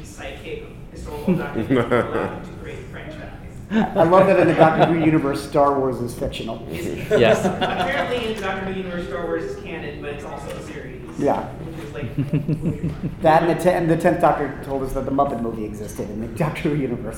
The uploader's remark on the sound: In this episode we turn to our archive of con panels and pull one of the earliest recordings that we have for the 42cast. Since this was a con panel.